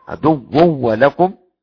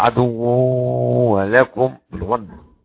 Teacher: خلف حمزة يحذف الغنة · Shown in: first take